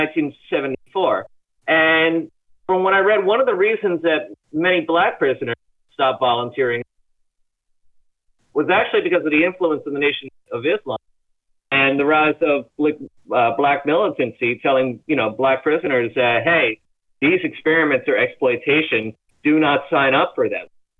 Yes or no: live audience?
no